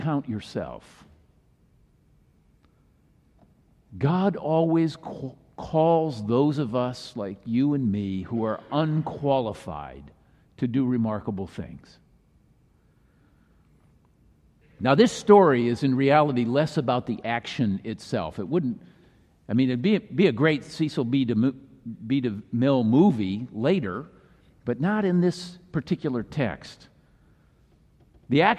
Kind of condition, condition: setting, large echoing room